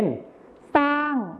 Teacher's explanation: ส่วนในภาษาถิ่นอีสานจะใช้เป็นซอโซ่นั่นเองครับ